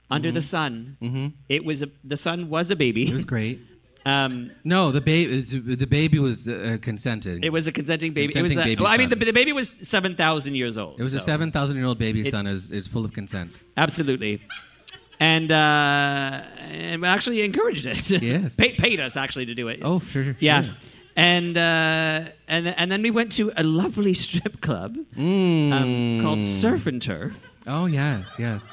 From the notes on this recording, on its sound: Especially when it is in front of a live audience at Canada’s FanExpo at the Metro Toronto Convention Centre?